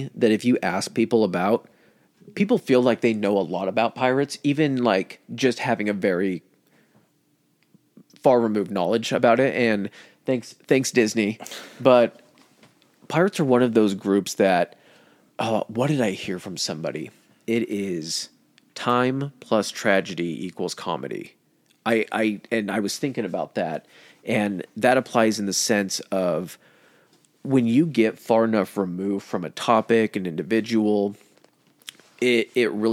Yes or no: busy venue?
no